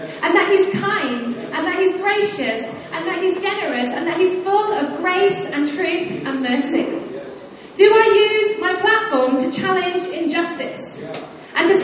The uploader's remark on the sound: Recorded live at Life Church Lancashire on Sunday 28th January 2018.